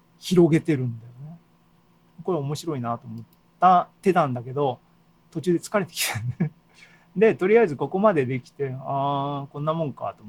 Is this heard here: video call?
yes